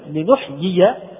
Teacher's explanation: وهي الياء المتحركة تخرج من وسط اللسان